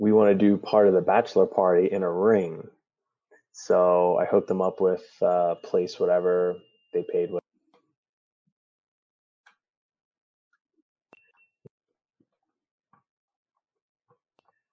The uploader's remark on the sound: We record using Squadcast.